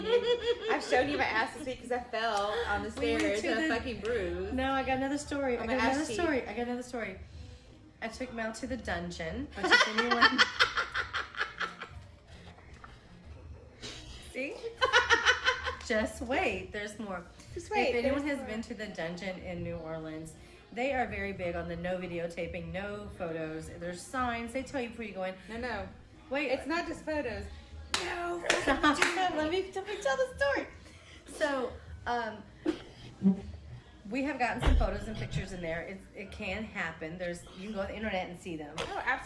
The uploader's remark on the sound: We are live from May Baileys in New Orleans.